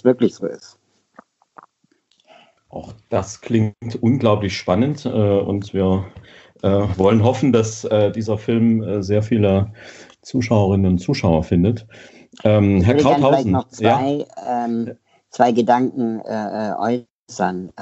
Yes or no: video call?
yes